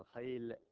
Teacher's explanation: اللام طرف اللسان مع الحنك الأعلى